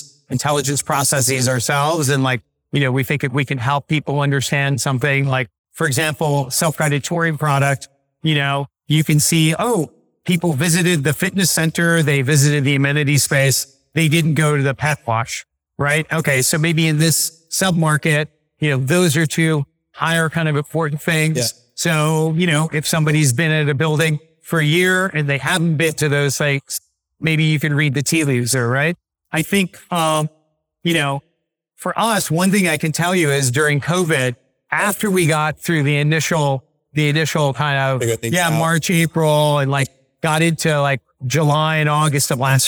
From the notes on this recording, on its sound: LIVE at Optech.